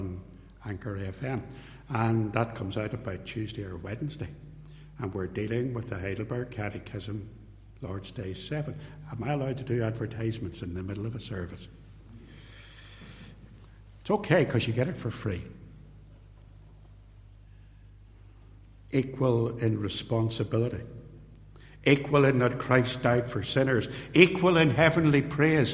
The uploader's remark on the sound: This podcast contains a sermon., delivered at Templepatrick reformed Church, and released on this platform with permission.